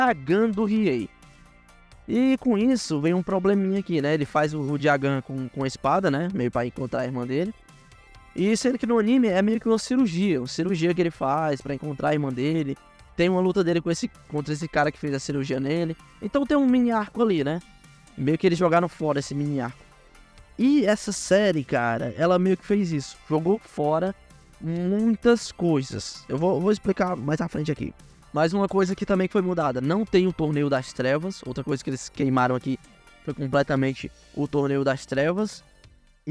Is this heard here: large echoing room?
no